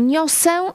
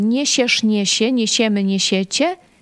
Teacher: ta twarda głoska przednia s pojawia się w pierwszej osobie liczby pojedynczej · Shown in: first take